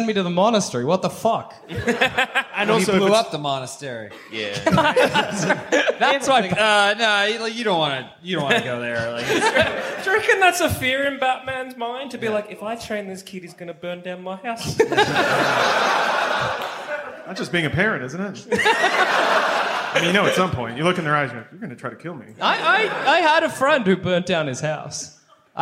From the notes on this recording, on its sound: Recorded live from Sydney.